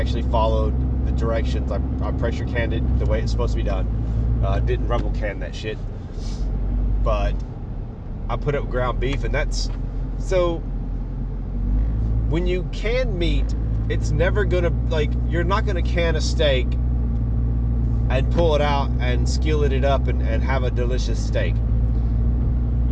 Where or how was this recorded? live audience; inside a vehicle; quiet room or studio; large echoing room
inside a vehicle